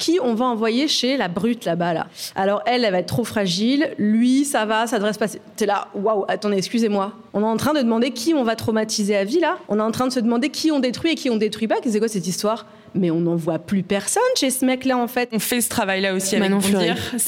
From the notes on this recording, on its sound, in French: Une cheffe, une journaliste et une avocate montent sur l’estrade. Enregistrée en public au lycée hôtelier Jean-Drouant.